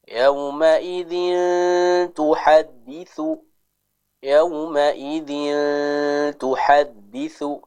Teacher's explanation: Kita menyamarkan suara kita sambil mempersiapkan lidah kita untuk mengucapkan huruf ta. · Term: ikhfa